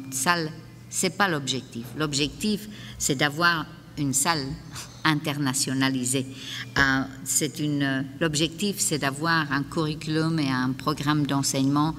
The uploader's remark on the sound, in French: Conférence 501 du colloque 2012 de l'AQPC, à Gatineau.